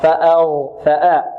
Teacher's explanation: عندنا الهمزة ماذا؟ مرققة، والغين مفخمة والنون مرققة